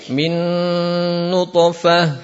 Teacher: jadi sekali lagi minimal dengungnya dua harokat